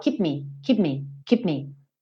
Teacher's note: keep termina em P, que é lábio com lábio. Me começa em M, que é lábio com lábio. Então, também eu não preciso falar keep me, eu falo keep me, keep me, keep me.